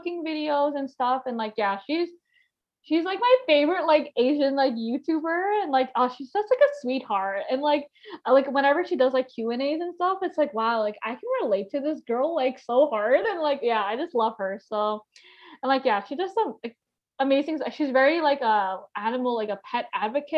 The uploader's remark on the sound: Podcast was recorded on Zoom.